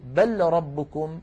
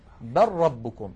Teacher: الذي فطرهن، فلا نقول بل ربكم بل نقول بل ربكم، يعني نحول اللام إلى راء وندغم الراء في الراء · Shown in: second take